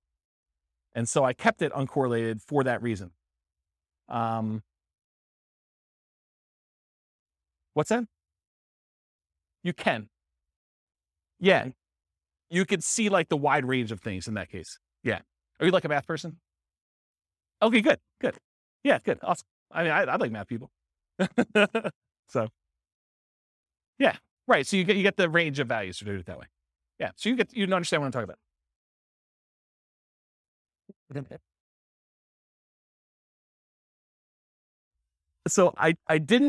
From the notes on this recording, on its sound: This was a live class recorded